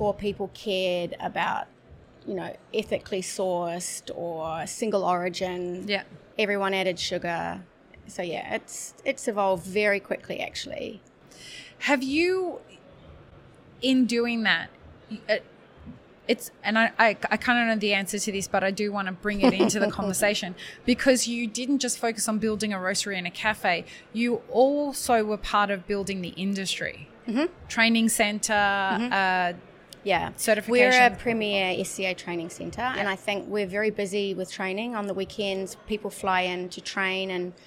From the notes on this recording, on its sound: WOC Dubai 2023. Live series from World of Coffee Dubai. Joined us live as the official podcast partners for World of Coffee Dubai, and recorded podcast episodes from the show floor.